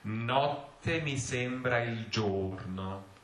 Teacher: a very clear open O at the beginning and a very clear closed O